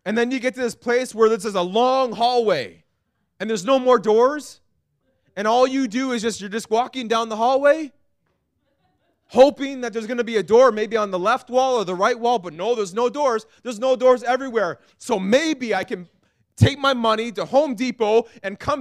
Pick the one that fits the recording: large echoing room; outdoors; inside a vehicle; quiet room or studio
large echoing room